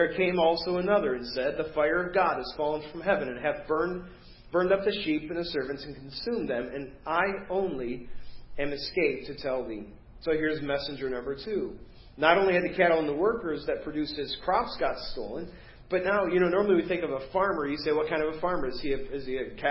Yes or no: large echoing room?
yes